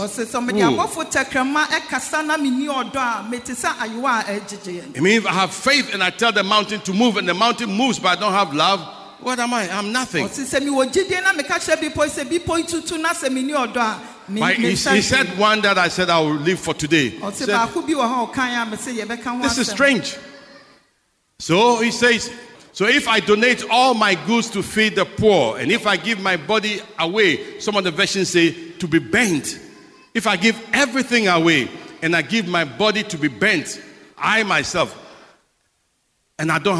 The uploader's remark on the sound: Sermon preached at CBC Shiashie Campus